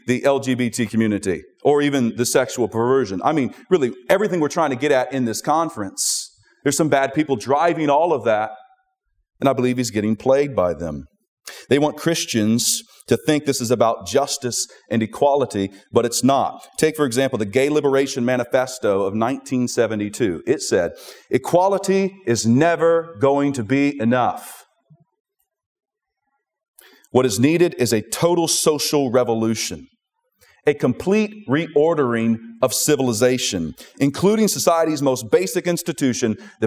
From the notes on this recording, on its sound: at the Southeast Founders "Do Justice, Love Kindness, Walk Humbly" regional conference in Cape Coral, Florida